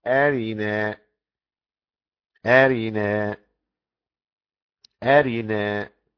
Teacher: أما حفص فنقل حركة الهمزة إلى الساكن والراء فقرأ براء مرققة مكسورة أرنا أرنا أرنا، ونبه راء مكسورة مرققة بالنقل أرنا.